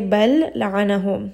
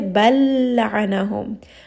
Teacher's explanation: I'm dropping that first lam. I'm merging it with the second lam with shadda. · Shown in: second take · Term: idgham